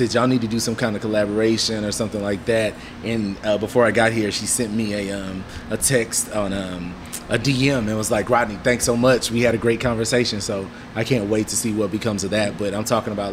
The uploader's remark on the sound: we recorded at DECA Brewing in Porter, TX